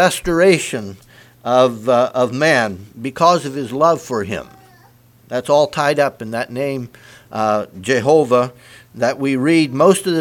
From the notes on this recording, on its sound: Message preached at Word Of Hope on Sunday Evening